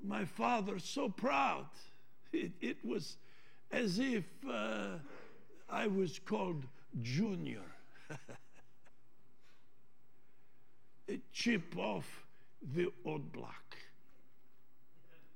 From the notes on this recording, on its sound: Trinity Church Live